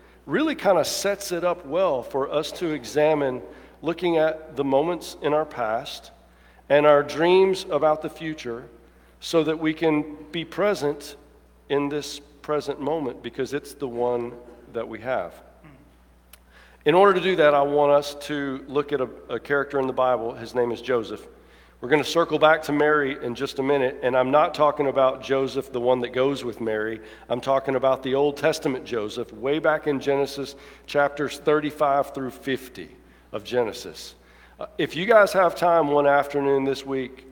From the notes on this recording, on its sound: Preaches from Luke 1:26-38 at the 11:00 traditional service. Alabaster First United Methodist Church.